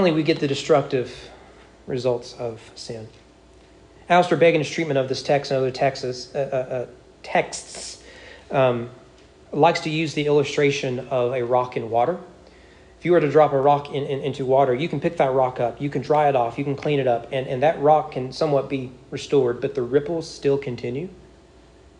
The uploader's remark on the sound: Sermon preached at East Frankfort Baptist Church on July 24, 2022 during morning worship.